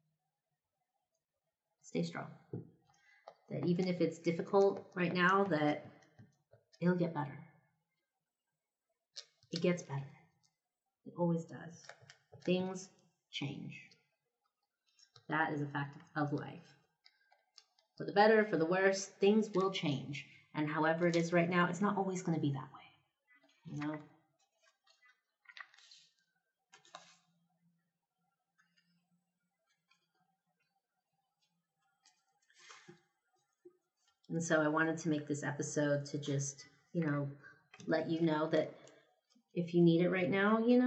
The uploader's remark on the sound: This episode was recorded right before I left on holiday, so you can hear me stamping and gluing all of your holiday cards in the background. My Yeti microphone just bit the dust, so the audio might sound a little different from previous episodes. Kindly, bear with me until I can afford a new mic set up.